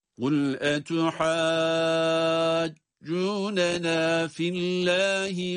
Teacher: Bu ayette etuhajjunena derken etuhajjunena, gördüğümüz gibi meddi lazım var. Meddi lazımı elbette ki dört elif miktarı uzatarak okuyoruz.